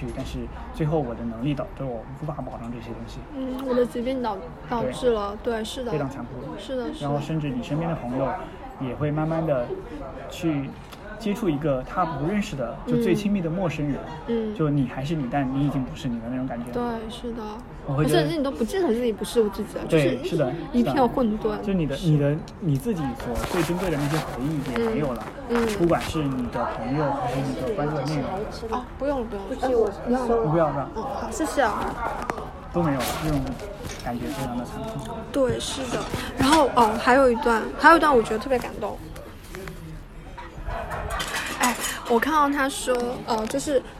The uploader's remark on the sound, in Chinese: 本期是在餐厅录制，希望你成为坐在我们隔壁的另一桌客人